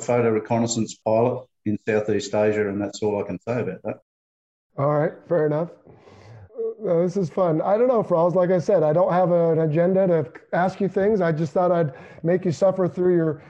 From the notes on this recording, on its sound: This Zoom interview was originally recorded during a late 2020 happy hour session for FPP Patreon supporters